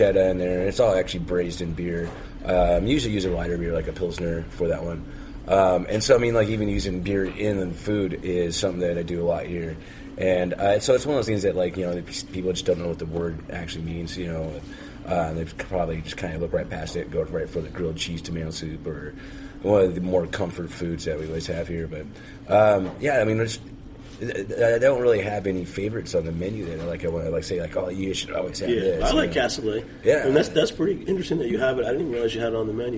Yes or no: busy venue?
yes